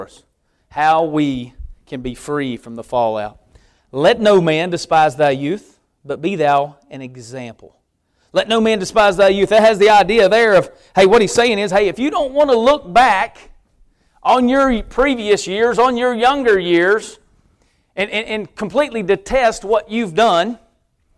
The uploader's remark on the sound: preaching at Victory Way Baptist Church